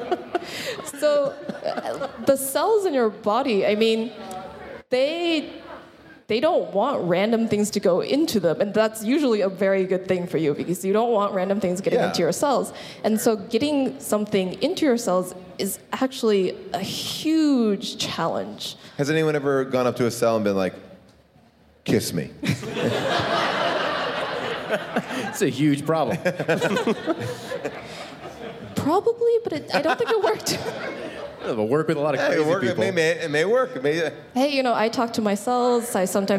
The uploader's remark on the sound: a special live episode